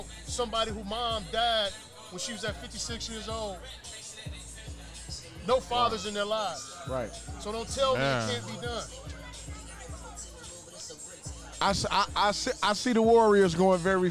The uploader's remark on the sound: Live from Sound Mind Sound Body